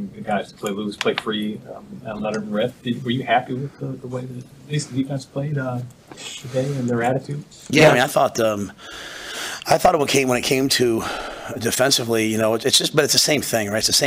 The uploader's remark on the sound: Post Game Press Conference